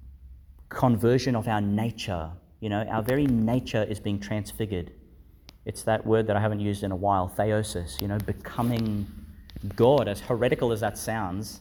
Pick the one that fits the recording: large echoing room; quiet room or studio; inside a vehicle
large echoing room